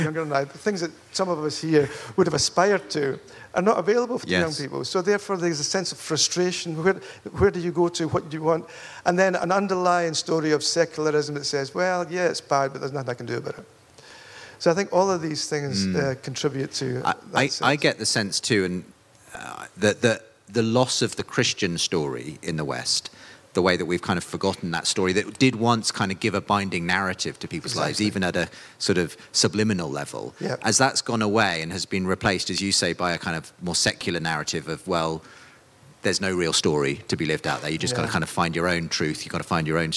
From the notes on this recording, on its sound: Recorded live at Spring Harvest. This interview was recorded live.